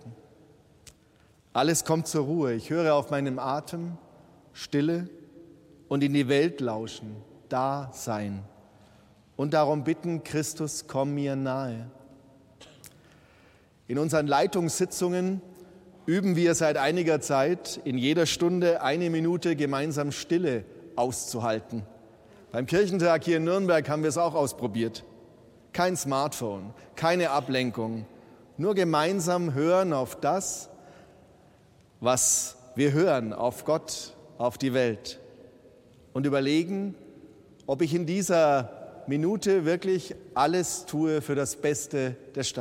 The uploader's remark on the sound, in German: Live-Gottesdienstübertragung aus der St. Lorenz Kirche in Nürnberg.